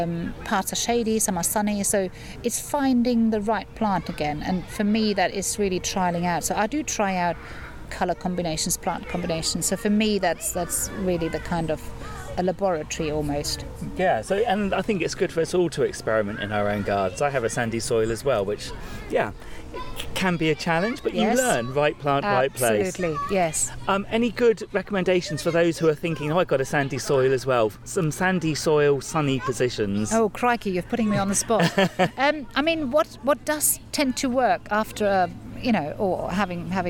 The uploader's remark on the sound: I go back to a garden, that's not too far from me, the Harold Hillier Gardens in Ampfield near Romsey.